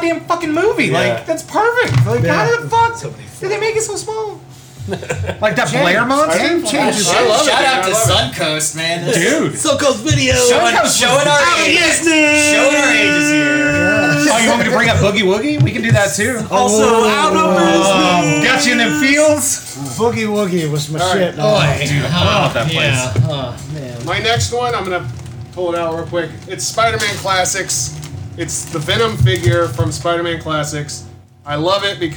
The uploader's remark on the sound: In beautiful downtown Bradenton. We got the largest draft group together in Drat Pod history with 6 active drafters and we did it all LIVE inside Tytan Comics.